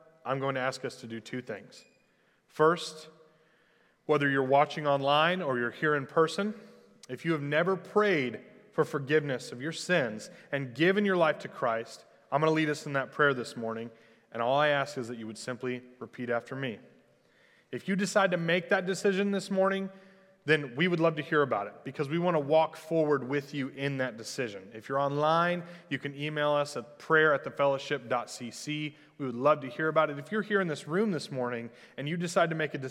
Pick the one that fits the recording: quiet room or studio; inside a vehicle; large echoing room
large echoing room